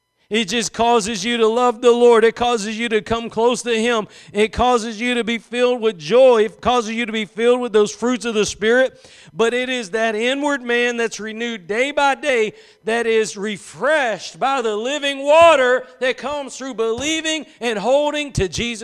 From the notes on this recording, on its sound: Preached at Gospel Lighthouse in Bossier City, La.